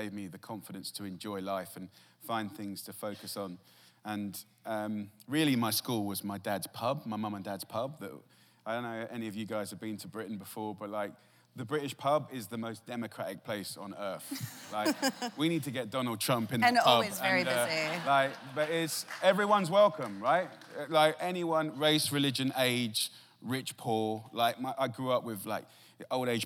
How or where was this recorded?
live audience